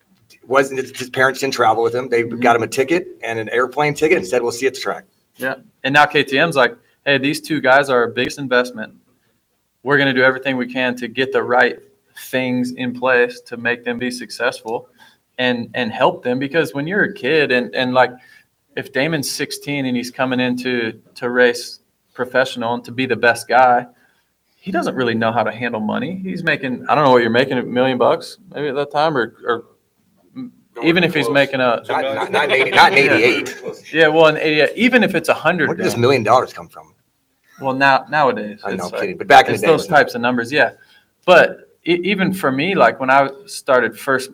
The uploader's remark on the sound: Tonight's show comes to from interviews done at the Justin Brayton Shootout. The Shootout at Pole Position Raceway in Grimes, Iowa.